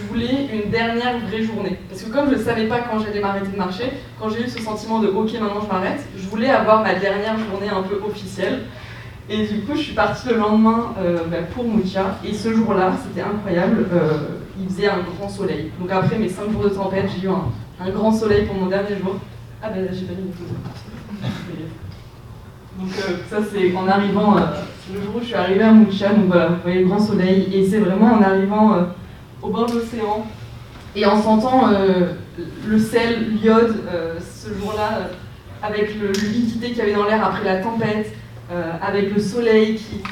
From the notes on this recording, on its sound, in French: retrouver la rediffusion de la conférence sous forme de podcast